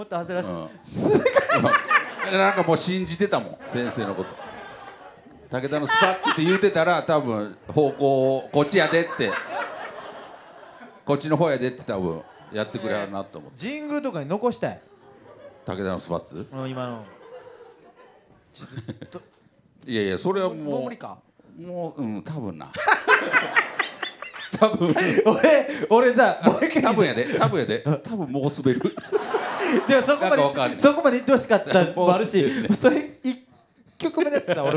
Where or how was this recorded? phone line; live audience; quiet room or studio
live audience